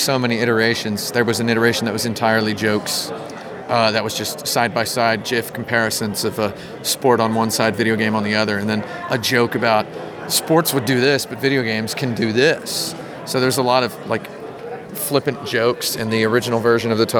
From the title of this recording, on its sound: at Game Developers Conference 2016